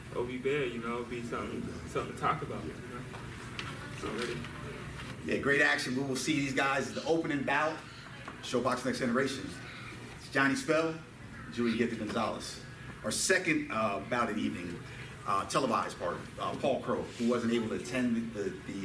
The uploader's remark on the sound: Press Conference for the August 4th SHOBOX: THE NEW GENERATION CARD at The Wind Creek Event Center